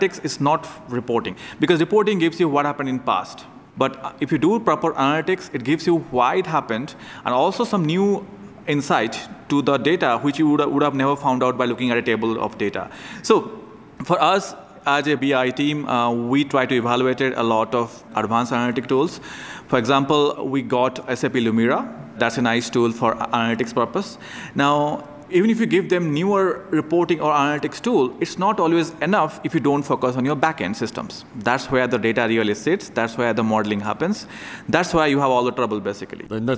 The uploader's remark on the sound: Recorded at TechEd 2016 in Las Vegas.